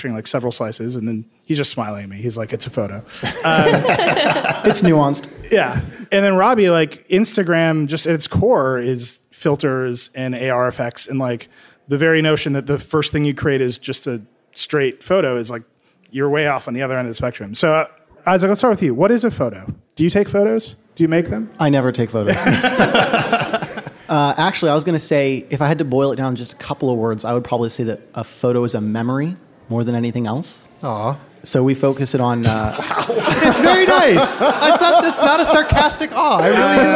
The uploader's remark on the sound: Live at The Glass Room in San Francisco